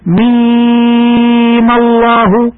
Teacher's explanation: على ست حركات عند الوقف أما عند الوصل بألف لفظ الجلالة فتحرك الميم الأخيرة بالفتح لالتقاء الساكنين